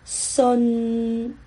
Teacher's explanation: 普通话的结束音在顺，在嗯上面，嘴型不一样，是吧？普通话是有点扁，粤语呢是圆。我们来学一下，顺，保持你的嘴型是圆的，顺。对，好。而且声音也不太一样。对，因为普通话有卷舌音，有是吧？但是粤语呢是没有卷舌音的，所有的卷舌音在粤语里面都变成了平舌音，顺，不是顺。好，来，我们发一下顺，顺，对。嘴型啊，你看到我的嘴型啊，这个很对。然后我们把这四个字连起来，一帆风顺，风，对对，要注意的就是一不是闭唇音。然后呢，顺呢，结束的时候，嘴型要保留在一个圆的状态。我们再来一次，一帆风顺，对，非常好。好，我们接下来是二，我想到了一个，二龙腾飞，可以吗？嗯，二呢，它的发音跟普通话的一是一样的，这个有点 tricky 哈。一，声调不一样，对。一，龙呢一样，声调不一样啊，发音一样。